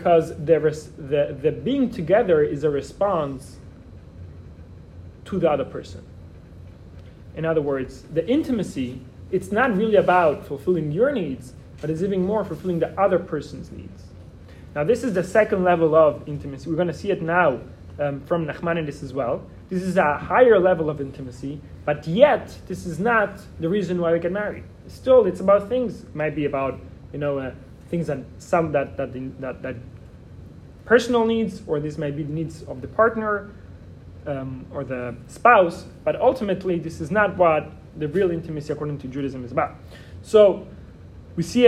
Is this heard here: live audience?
yes